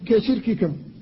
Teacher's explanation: فالكاف هنا المكسورة وبعدها مضمومة لا بد من النطق بها بشدتها لئلا تنقلب إلى حرف آخر إلى التاء مثلا. · Term: الشدة